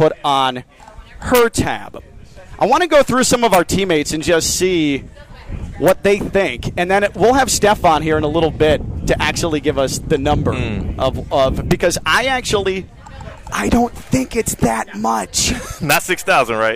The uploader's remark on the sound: Full Show LIVE from the Roofclaim.com Boca Raton Bowl Golf Outing